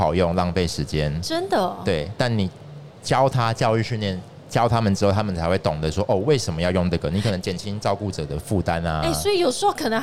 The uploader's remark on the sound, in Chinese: 2022 Medical Taiwan台灣國際醫療暨健康照護展 -Live Podcast